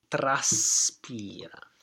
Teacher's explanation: The S is longer too because it's before another consonant.